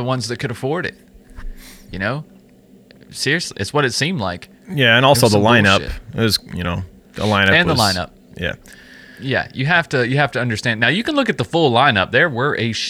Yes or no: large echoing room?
no